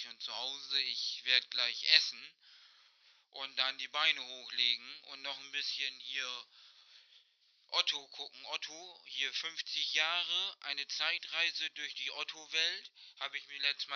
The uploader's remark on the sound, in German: GESPRÄCHE AM TELEFON